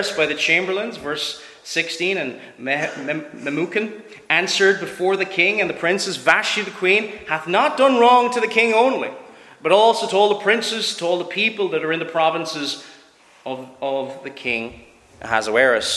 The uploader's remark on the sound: Preached at Shettleston Free Church